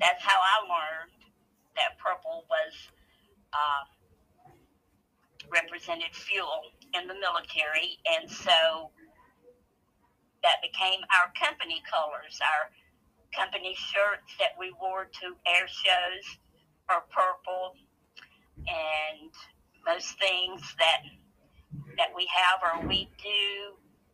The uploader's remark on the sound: we had a nice phone interview